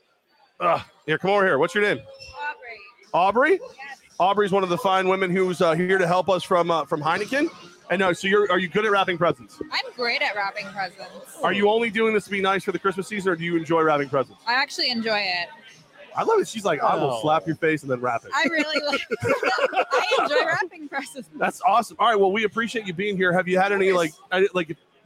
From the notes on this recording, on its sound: LIVE from Hooters on Wolf Road